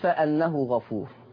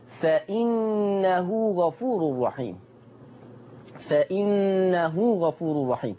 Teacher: ورش عن نافع قرأها بكسر الهمز · Shown in: second take